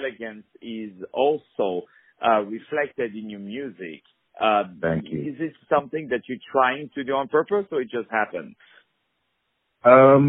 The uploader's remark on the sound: On the phone